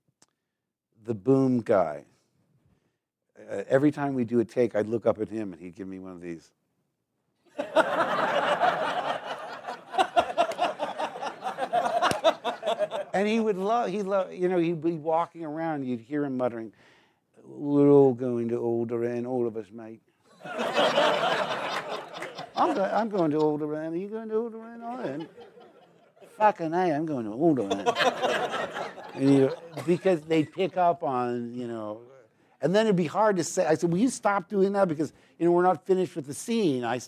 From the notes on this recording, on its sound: recorded this in front of a live audience at the "BAFTA Los Angeles Behind Closed Doors Evening